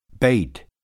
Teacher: Closer and diphthongized in a close direction